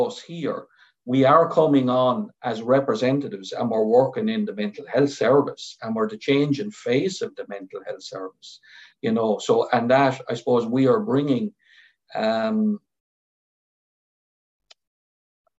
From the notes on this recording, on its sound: Mid West ARIES Webinar in partnership with Mental Health Ireland.